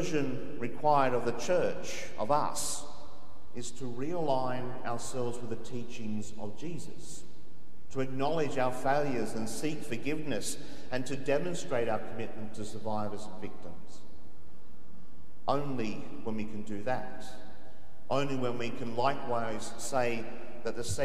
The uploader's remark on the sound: The homily from Sacred Heart Cathedral, Hamilton.